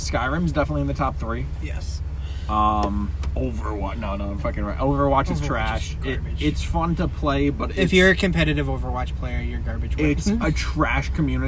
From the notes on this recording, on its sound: Ever heard of someone recording a podcast while driving? While driving in the middle of the night.